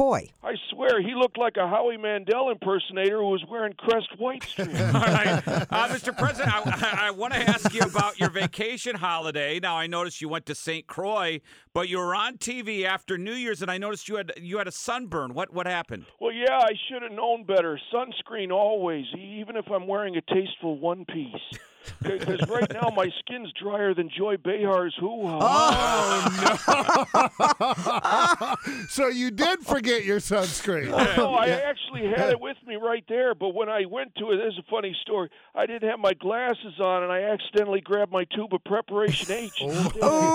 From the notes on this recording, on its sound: He called in this morning to catch up for the first time in 2024.